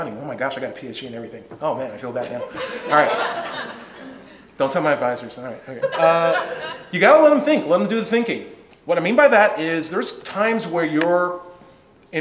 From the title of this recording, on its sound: Presentation | Let's Chat | Kentucky Freethought Convention